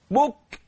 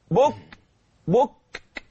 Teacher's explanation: ولهم رزقهم فيها بكرة بكرة، هكذا بك الكاف، بك اللي فيها شدة، بك الكاف اللي فيها همس يعني جريان النفس. إذن بعد نطقك للشدة يعني حبس الصوت، بك لسه حبسه، بك بك أعمل جريان للنفس.